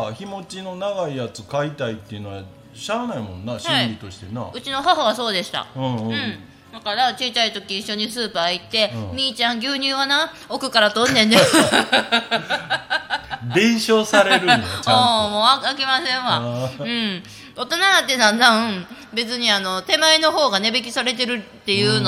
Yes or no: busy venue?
yes